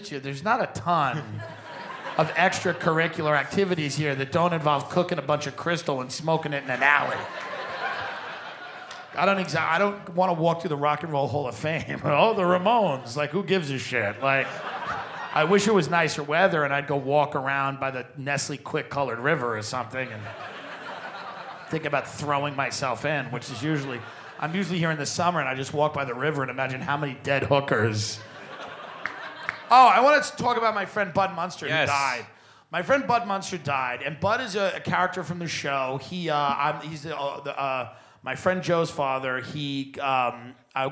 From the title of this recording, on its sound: Live From Cleveland